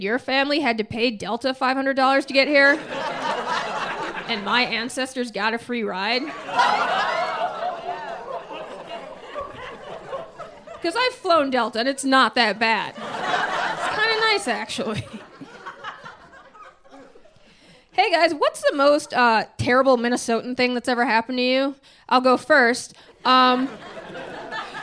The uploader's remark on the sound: Secret Skin Live, Part Two